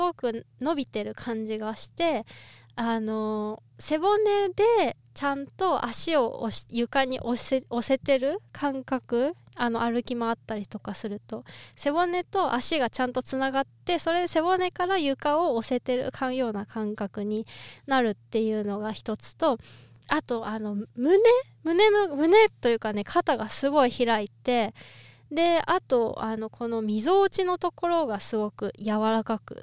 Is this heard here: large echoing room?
no